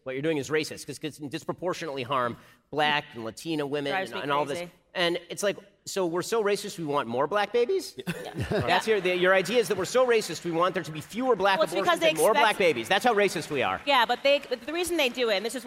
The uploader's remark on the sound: Our biggest live event of the year happened tonight at the historic Ryman Auditorium in Nashville, TN.